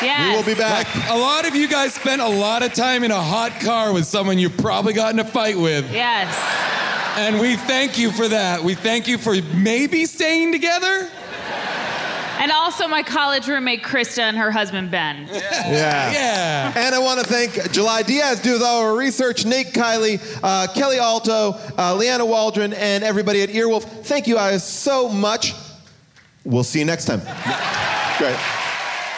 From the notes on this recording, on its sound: Recorded live from Austin, Texas.